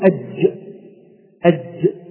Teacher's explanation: والجيم تخرج من وسط اللسان كما قلنا إلى الداخل، الجيم أدخل، الجيم أدخل إلى الداخل، والياء أخرج كما اتفقنا